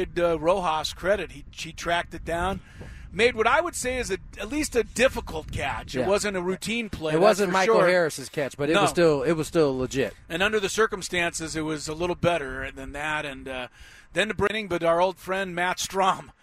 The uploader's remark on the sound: The guys were LIVE at Rancho Bernardo High School for the game between RB and Fallbrook.